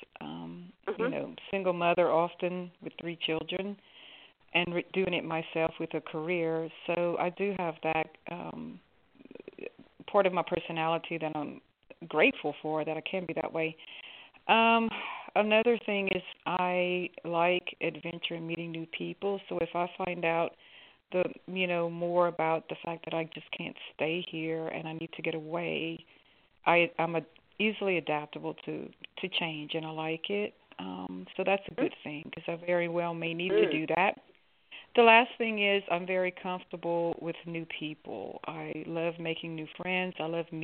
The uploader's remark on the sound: call in questions